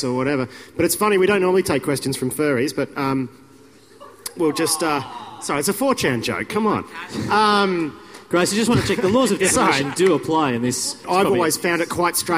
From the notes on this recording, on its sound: The following is a recording of a panel discussion about Wikileaks that took place at the Splendour in the Grass music festival in Woodford, QLD, Friday, 29 July 2011. The recording is unedited.